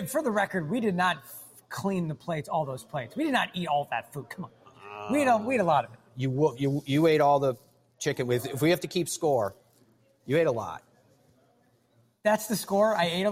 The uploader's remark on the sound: LIVE from French Lick Resort in Indiana. French Lick's Pete Dye Course is host to the Big Ten Men's Golf Championship this weekend.